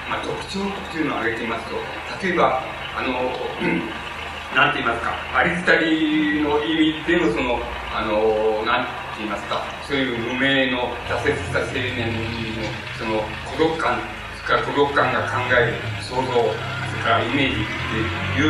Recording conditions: background noise